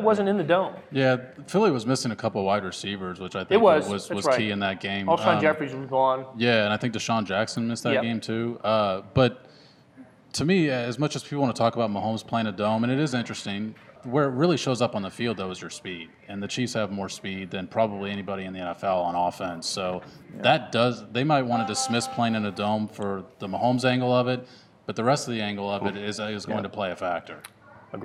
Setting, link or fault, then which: setting, busy venue